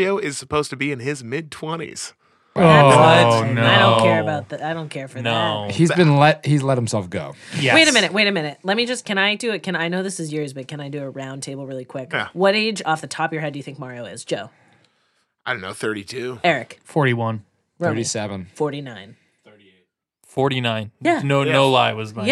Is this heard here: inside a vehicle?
no